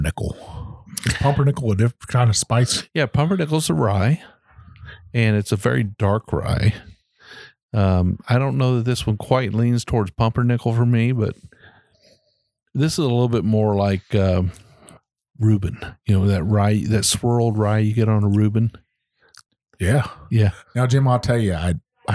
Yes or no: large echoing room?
no